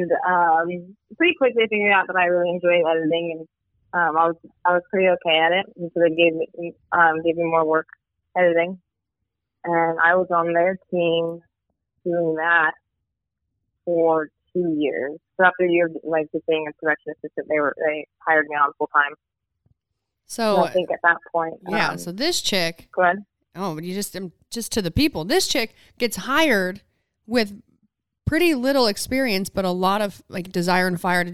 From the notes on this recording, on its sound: joins us via phone